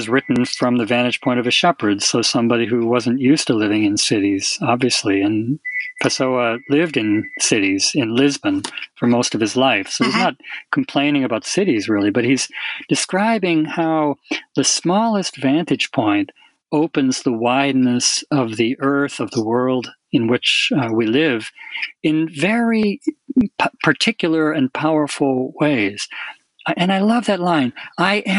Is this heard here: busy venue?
no